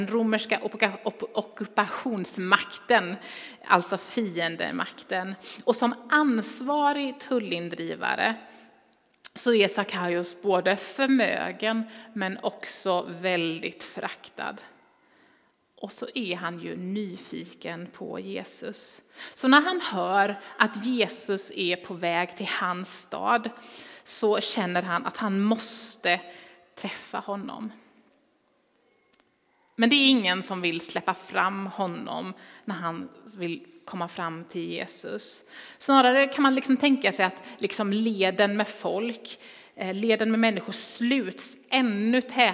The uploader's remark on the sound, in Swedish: Inspelning från Immanuelskyrkan Skövde.